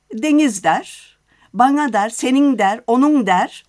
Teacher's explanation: Damaktan çıkan bir N sesi var. · Term: Damak N'si